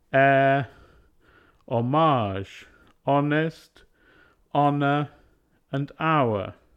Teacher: a few common English words beginning with the letter H already have the H dropped in pronunciation. For example, air, homage, honest, honour, and hour.